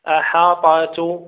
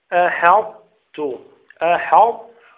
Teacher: بقي أمر واحد وهو أن نطبق، أن نأتي بالإطباق في الطاء دون قلقلة. أحط أحط، الطاء أخرجتها من مخرجها بالإطباق وبالتفخيم لكن دون قلقلة · Shown in: second take · لم أقلقل، لا أقول أحط، قلت أحط.